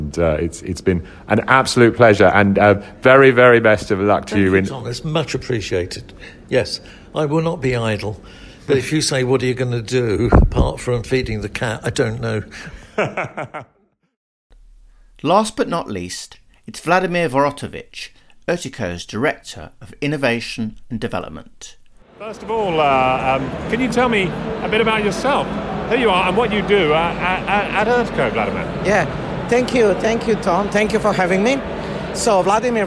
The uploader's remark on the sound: Recorded at ITS Europe in Lisbon